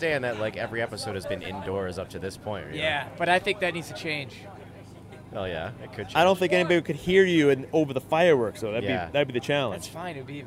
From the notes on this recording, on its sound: LIVE (recorded) From Kartmania 2021. We even had an additional mic ready to go for anyone who wanted to sit down and talk to us.